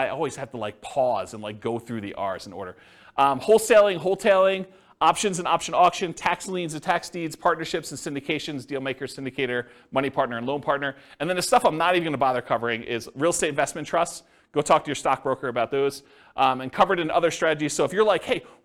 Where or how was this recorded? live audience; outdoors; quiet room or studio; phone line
live audience